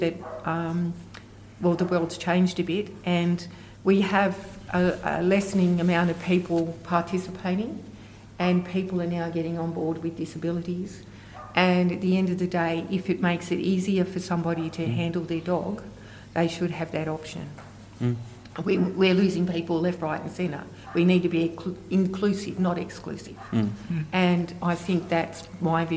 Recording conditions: live audience